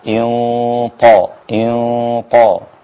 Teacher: بفخم الغنة عشان الطاء حرف مفخم · Term: إخفاء مع الغنة